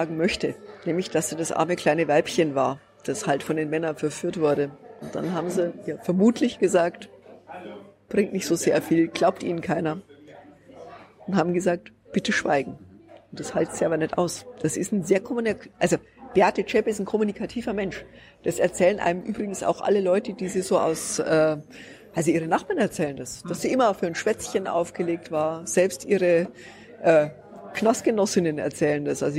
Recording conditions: busy venue